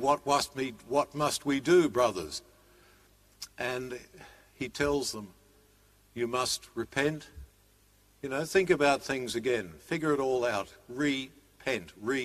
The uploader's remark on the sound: Live-streamed 9.30 am Mass from Sacred Heart Cathedral, Hamilton.